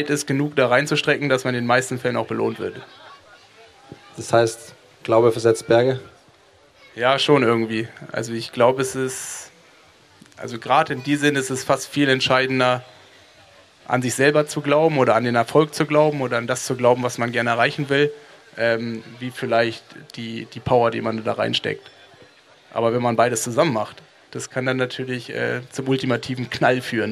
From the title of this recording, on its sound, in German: LIVE vom Challenge Roth